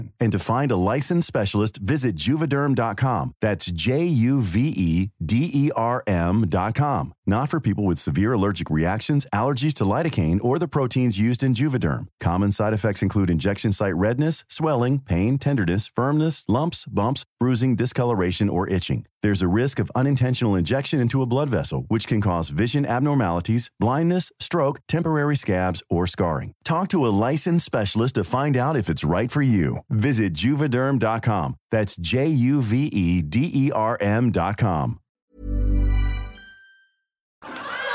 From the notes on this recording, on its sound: MELBN LIVE SHOW. This is our live episode from Melbourne.